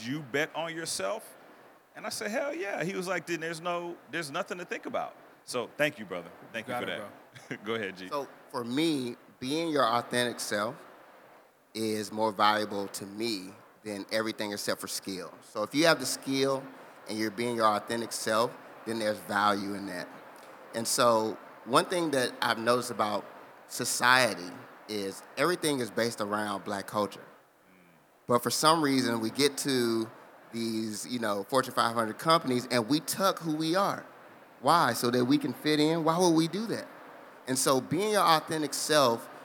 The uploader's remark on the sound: The 2022 AfroTech conference in Austin, TX provided a great environment for a conversation on what it's like to be African and American. Record this conversation live at the AfroTech Expo Hall Sound Bar.